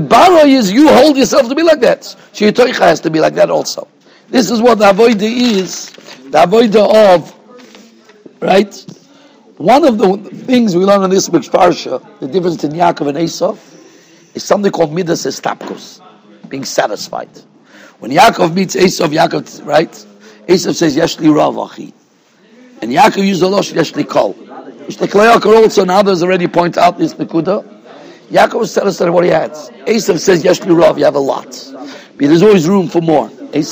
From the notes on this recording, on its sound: Shiur recorded in Yeshivas Ohr Reuven, Monsey, NY.